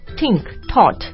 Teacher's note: 但是呢你听印度口音经常他们就会 tink,tink、yeah.就是好像比较就是一个 t 的音